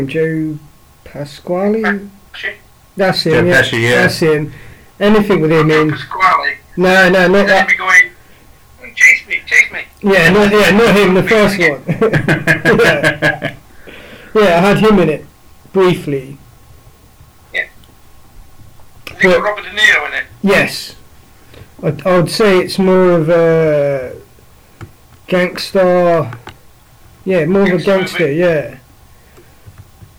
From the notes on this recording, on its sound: I'm sorry about the dreadful mics. We couldn't get everything together in time, but we have learned.